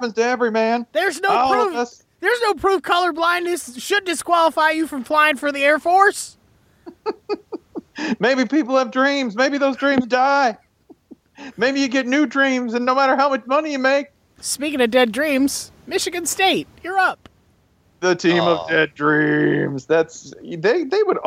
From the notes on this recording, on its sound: He recorded his portion in the car this week in transit to SEC Media Days. Recording in his car on a phone over the ineptly paved and uneven highways of Alabama.